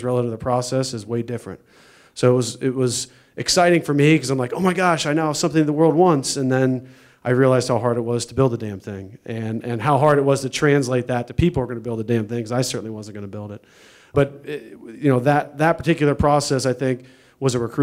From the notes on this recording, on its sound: This is the audio recording from the live event